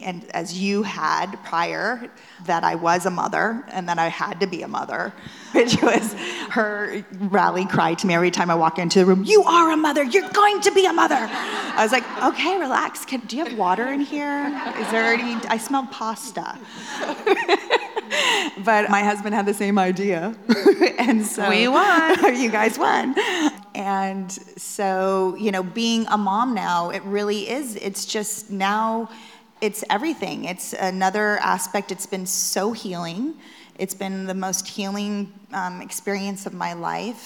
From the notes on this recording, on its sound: In this live podcast conversation straight from our In goop Health wellness summit.